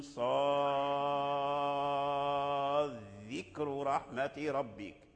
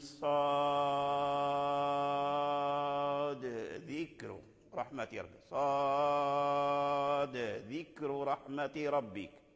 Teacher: يعني لم يدغم فقلقل الدال لأن الدال من حروف القلقلة · Shown in: second take · فلما تقلقل الدال علمنا أن الدال مظهر عند الذال وهي قراءة